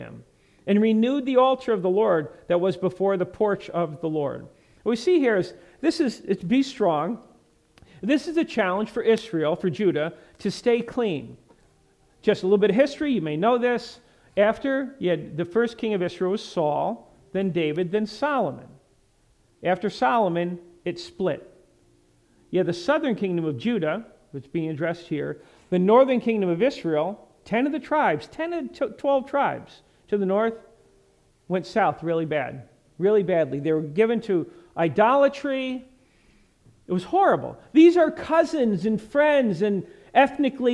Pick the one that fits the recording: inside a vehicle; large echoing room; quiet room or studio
large echoing room